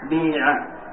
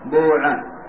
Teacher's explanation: الوجه الأول إخلاص الكسر، وهي لغة الجمهور، بيع والوجه الثاني إخلاص الضم بوعة، والوجه الثالث الإشمام.